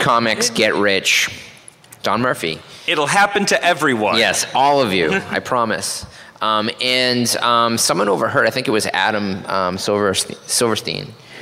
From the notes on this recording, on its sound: Recorded LIVE from Stan Lee's Los Angeles Comic Con 2016.